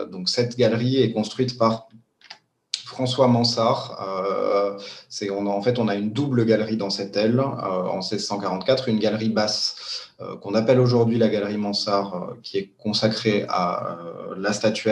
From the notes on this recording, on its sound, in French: Enregistré sur Zoom